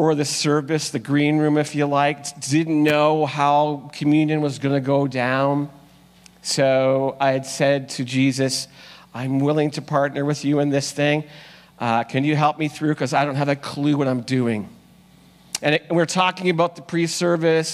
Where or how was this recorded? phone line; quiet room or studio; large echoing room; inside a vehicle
large echoing room